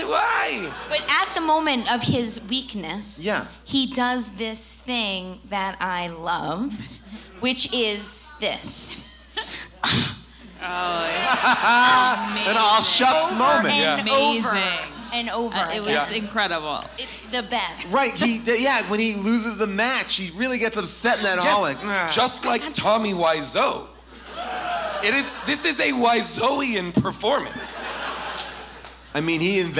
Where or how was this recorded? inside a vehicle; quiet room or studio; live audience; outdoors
live audience